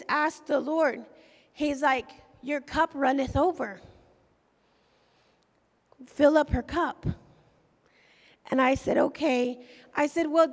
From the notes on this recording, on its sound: recorded live at the Emerging Streams